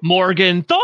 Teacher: for some reason, he emphasized the third syllable